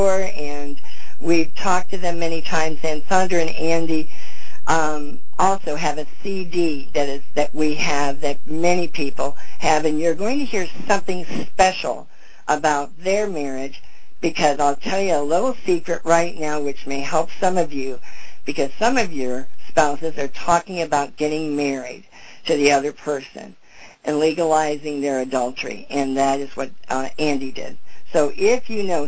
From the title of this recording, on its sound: FEBRUARY 13, 2011 CONFERENCE CALL